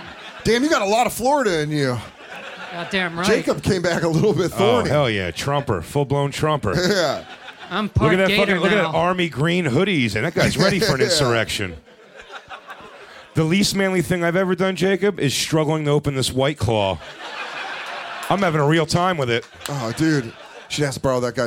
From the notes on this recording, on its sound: It's The Bonfire Christmas Spectacular live from the Village Underground in NYC!